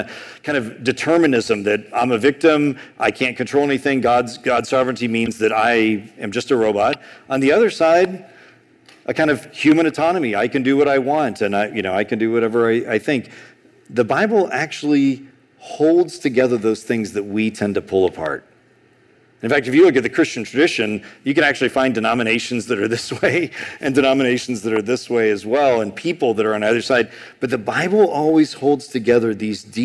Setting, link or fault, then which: setting, large echoing room